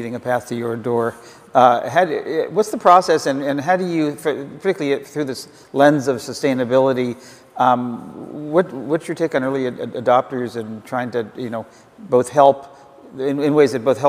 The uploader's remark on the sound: The best of live interviews from GreenBiz events.